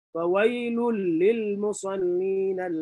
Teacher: another lam is following so you merge the two lam · Term: idgham